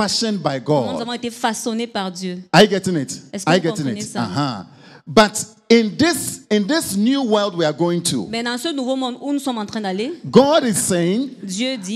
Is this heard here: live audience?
yes